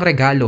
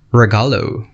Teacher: Ibig sabihin, masinasalita ang tunog ng R bago ang kasunod nitong patinig. Sa salitang regalo halimbawa, maririnig ang trill sa R bago ang letrang E. · Shown in: first take · Kung sa Ingles iyan, ang regalo ay magiging regalo.